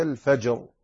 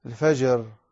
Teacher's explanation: تظهر الشدة التي في الجيم عند قولك الفجر · Shown in: first take · أما خطأ عندما تقول الفجر هكذا، فتظهر رخوة مع أنها شديدة.